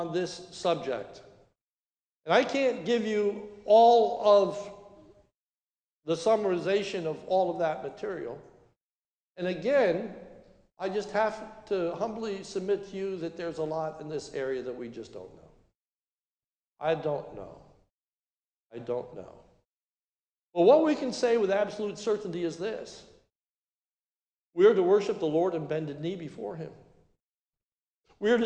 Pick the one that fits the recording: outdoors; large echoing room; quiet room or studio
large echoing room